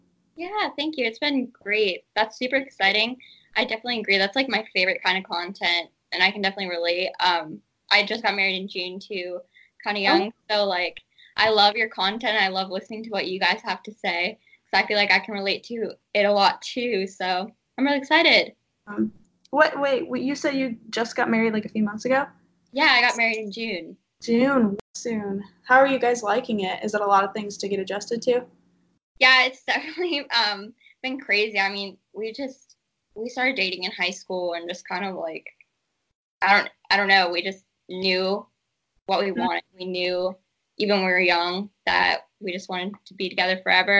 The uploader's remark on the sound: Skype interview